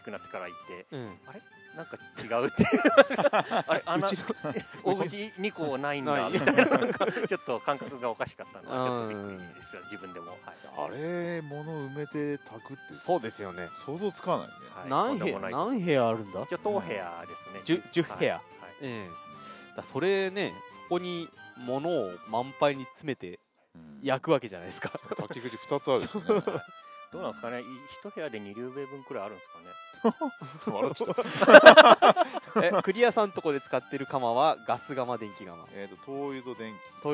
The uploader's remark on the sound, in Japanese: 秋の陶器市真っただ中のテント村「古窯いわした広場」から